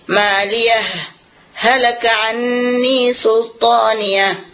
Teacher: Jadi kita tidak boleh mengidghamkan ha ini dengan ha yang sesudahnya. · Term: sakta